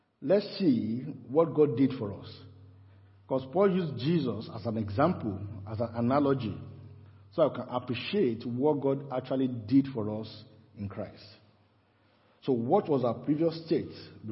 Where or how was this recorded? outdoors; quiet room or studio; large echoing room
large echoing room